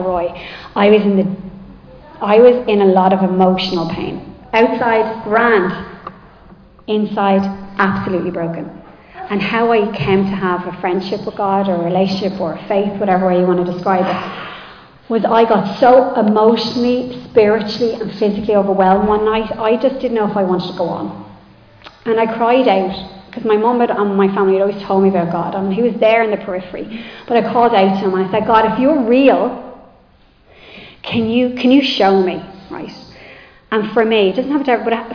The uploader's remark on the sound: Recorded live in Liberty Church on 7 January 2024